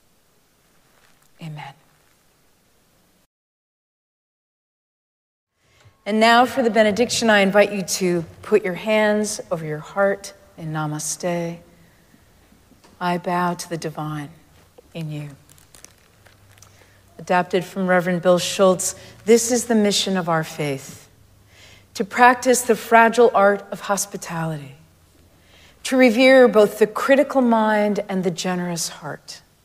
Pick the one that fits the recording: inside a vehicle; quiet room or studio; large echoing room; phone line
large echoing room